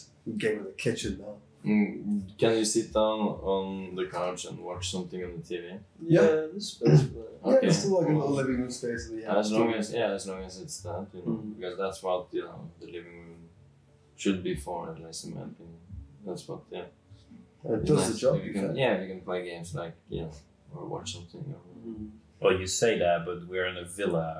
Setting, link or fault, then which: fault, poor microphone